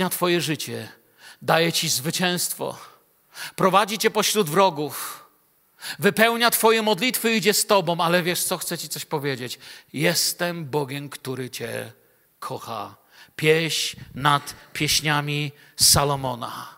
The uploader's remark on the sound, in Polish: Wykład nagrano podczas wieczoru z Biblią w Kościele „Filadelfia” Bielsko Biała.